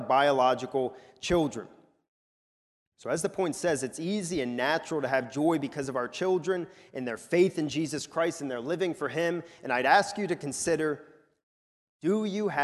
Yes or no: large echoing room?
yes